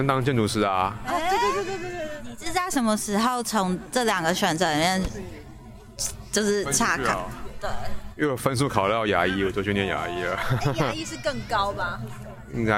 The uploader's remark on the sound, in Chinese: 本集在戶外錄音